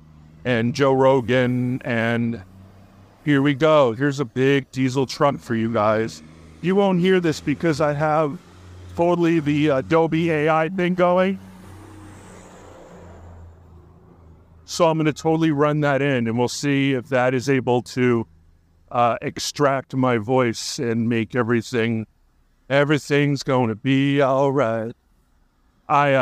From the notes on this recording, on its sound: A Walk-and-Talk Episode. As he strolls through his surroundings, with the caveat of anticipated pauses due to human interaction. Needing to pause his narration due to passers-by, thereby ensuring an authentic walk-and-talk experience for the listeners.